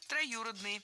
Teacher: Ударение ставим на гласную «ю».